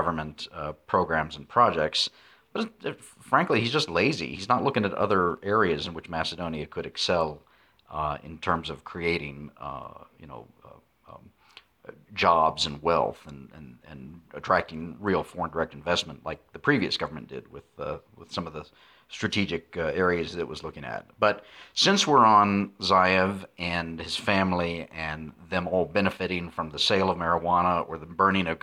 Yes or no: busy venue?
no